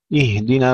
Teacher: الهاء الساكنة فيها الهمس وليس فيها قلقلة، اهدنا وليس اهدنا.